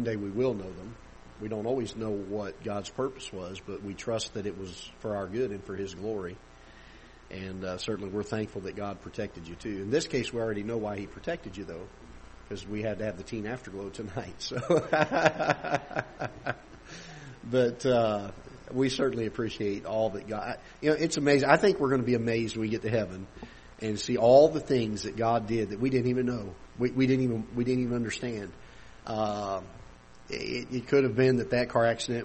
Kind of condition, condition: setting, large echoing room